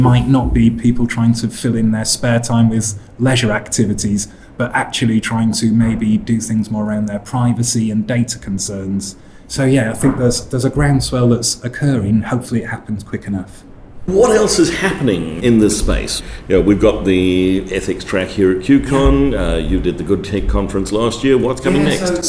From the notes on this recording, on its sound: In this episode recorded at QCon London 2019